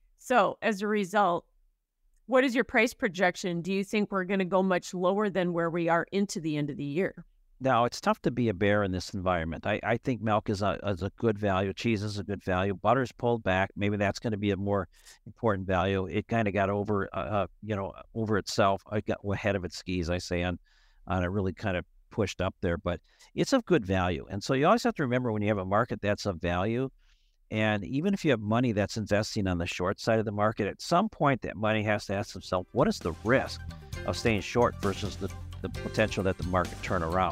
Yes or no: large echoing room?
no